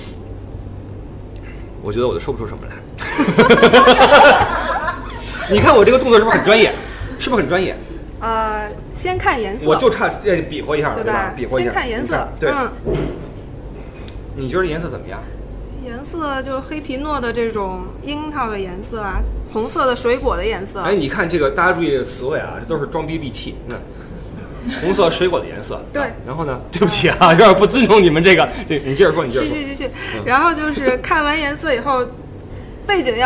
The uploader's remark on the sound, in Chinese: 听友会现场版